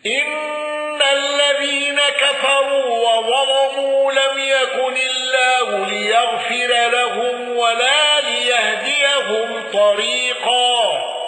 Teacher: الأزرق بتغليظ اللام وترقيق الراء